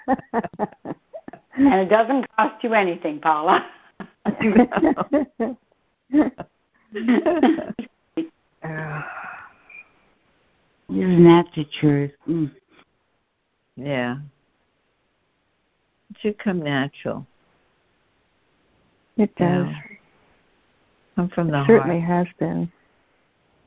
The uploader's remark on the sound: ACOL MAR 29, 2023 CONF CALL.